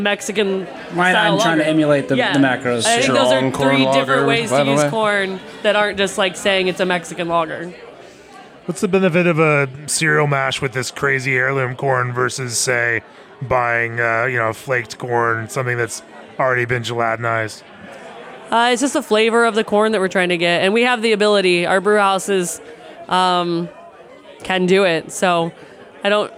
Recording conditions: live audience